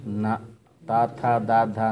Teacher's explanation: దంత్యం అంటే నాలిక కొస పై పళ్ళ వెనకాల తగలాలి · Term: దంత్యాలు